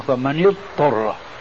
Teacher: اليوم المصريون وغيرهم يقولون فمن يضطر، فكأنهم أدغموا الضاد بالطاء، بينما الضاد حرف رخو والطاء حرف استعلاء، فأدغموا الضاد الرخوة بالطاء.